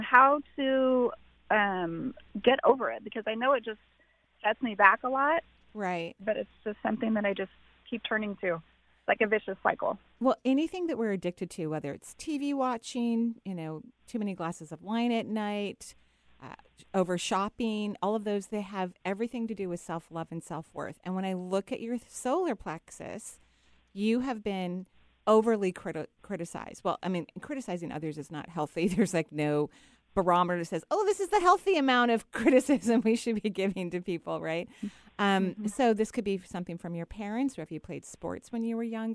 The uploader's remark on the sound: Today is a call-in show.